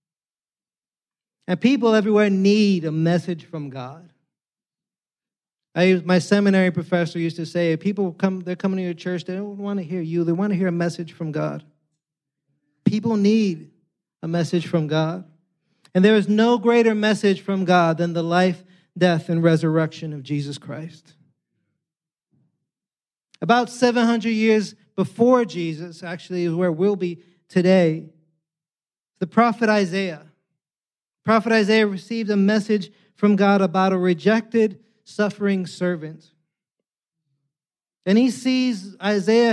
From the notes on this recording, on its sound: preached this Good Friday sermon on Friday, April 7th, 2023, at Catalyst Church San Diego.